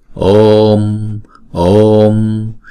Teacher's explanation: Và chúng ta để ý cái cách đọc của câu chú này, chữ O là diphthong, cho nên chúng ta sẽ đọc hai nhịp